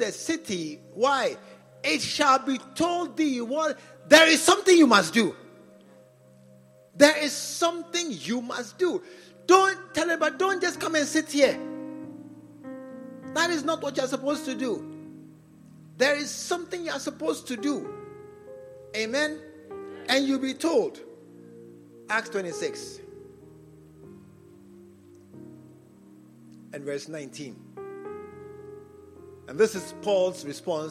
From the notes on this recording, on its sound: Preached at the True Vine Cathedral, Bantama